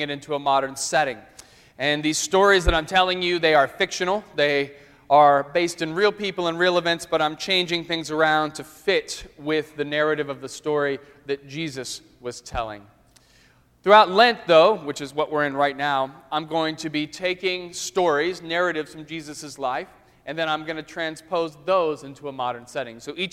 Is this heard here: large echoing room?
yes